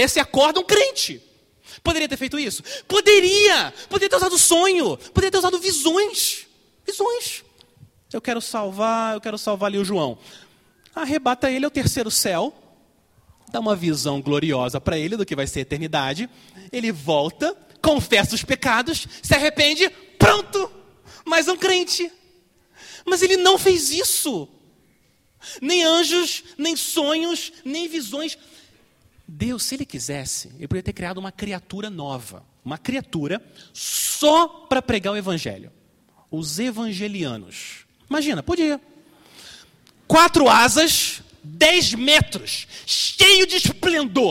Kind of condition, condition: setting, large echoing room